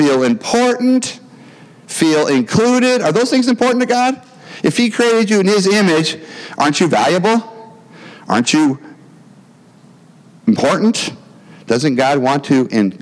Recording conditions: large echoing room